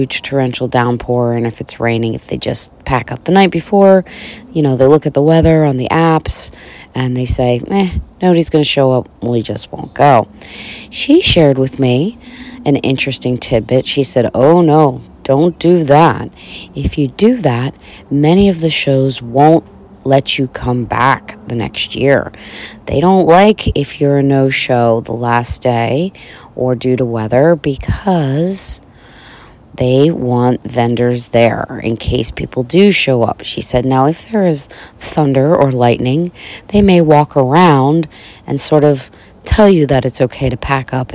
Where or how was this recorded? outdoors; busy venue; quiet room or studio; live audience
outdoors